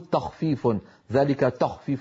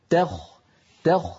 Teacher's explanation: ذلك تخفيف من ربكم ورحمة، علينا أن ننتبه إلى ترقيق التاء عند الخاء، فلا نقول تخفيف ذلك تخفيف بسبب مجاورة التاء للخاء، بل نقول تخ تخ، فنعطي التاء حقها من الترقيق والخاء حقها من التفخيم · Shown in: second take